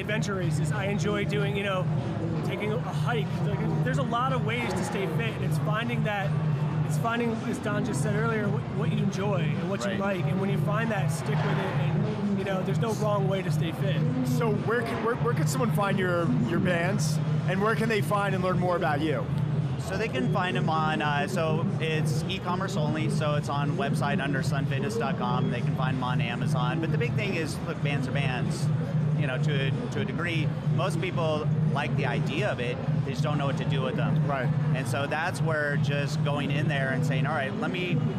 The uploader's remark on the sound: Reps Live From Olympia